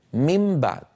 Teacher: لاحظوا بأنني قلبت النون إلى ميم شفوية والباء التي بعدها من الشفتين، فأنا هنا أطبق شفتي على ميم مقلوبة عن نون، يعني كانت من بعد صارت الآن ميم بعد.